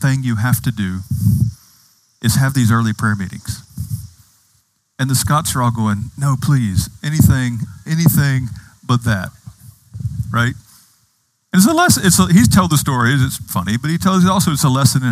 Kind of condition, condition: setting, outdoors